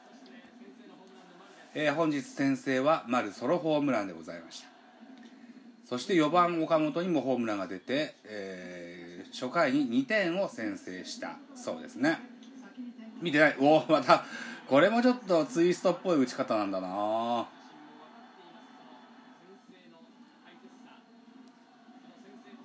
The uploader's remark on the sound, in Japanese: 東京ドーム。IPad収録版。